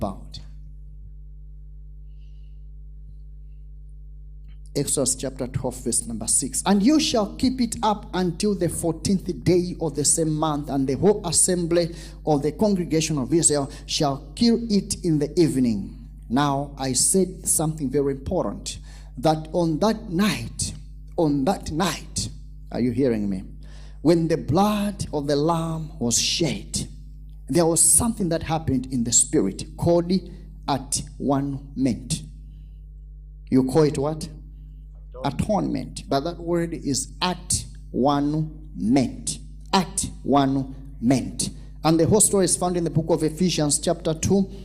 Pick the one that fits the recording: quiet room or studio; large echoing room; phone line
large echoing room